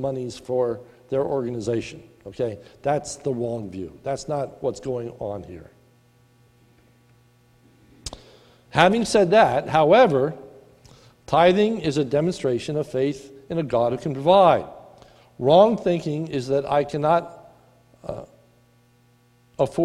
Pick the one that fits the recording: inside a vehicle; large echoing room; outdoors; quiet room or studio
large echoing room